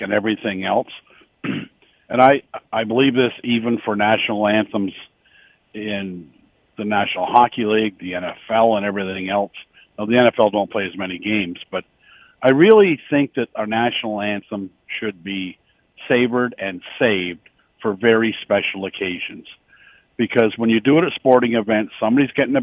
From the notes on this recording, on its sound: opens up the phone lines to hear your opinion